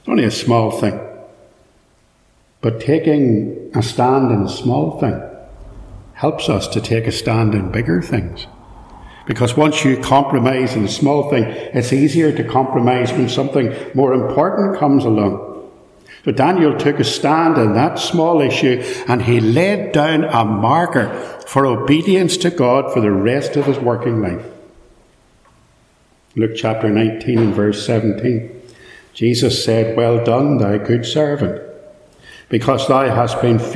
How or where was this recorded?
large echoing room